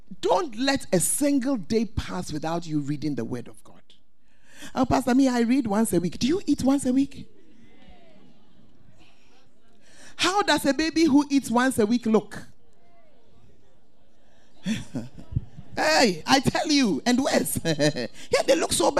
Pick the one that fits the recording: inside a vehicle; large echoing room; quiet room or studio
large echoing room